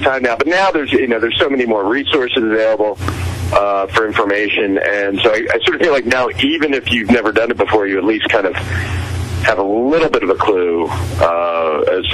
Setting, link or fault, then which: link, phone line